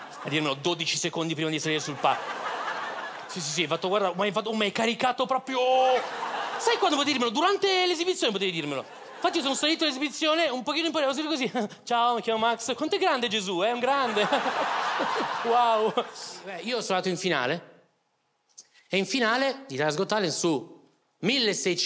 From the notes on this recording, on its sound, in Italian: Registrato al Teatro Manzoni di Milano